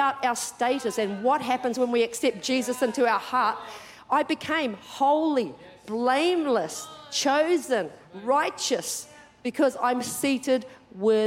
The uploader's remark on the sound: Recorded during our 9am service.